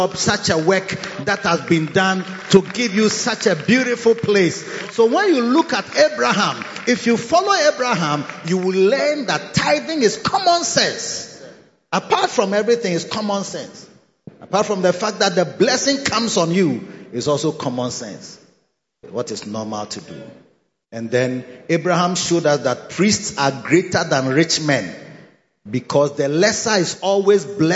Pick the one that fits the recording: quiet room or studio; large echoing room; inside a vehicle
large echoing room